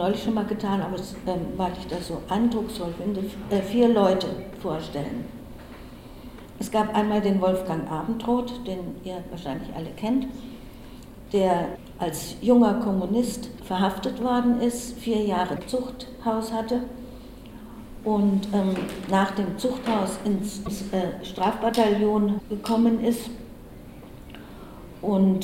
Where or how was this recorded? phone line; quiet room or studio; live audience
live audience